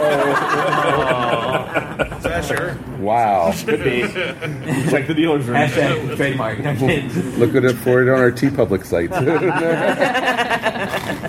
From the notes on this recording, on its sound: Recorded live at Dragon Con 2019!